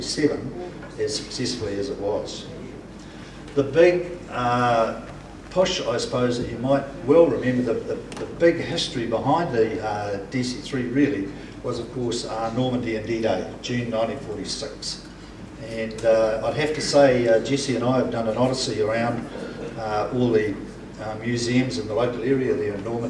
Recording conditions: busy venue